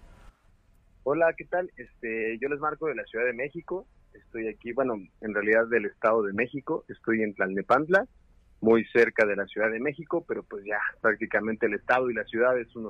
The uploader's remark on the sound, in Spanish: Contamos con la llamada en vivo de un escucha que nos comparte su reacción al enfrentar cara a cara lo sobrenatural.